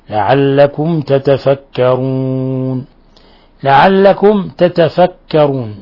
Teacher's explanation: ميم ساكنة جاء بعد حرف التاء، الحكم التجويدي إظهار شفوي. وتتفكرون مد عارض للسكون تقدم نظائره كثيرا.